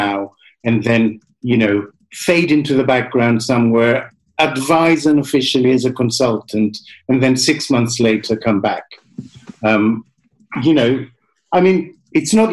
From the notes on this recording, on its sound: Recorded on Zoom at 1pm today.